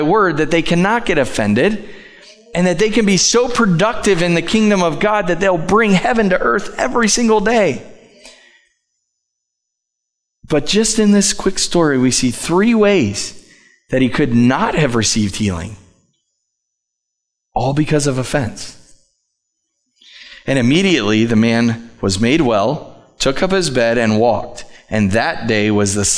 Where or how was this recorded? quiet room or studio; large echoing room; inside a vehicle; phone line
large echoing room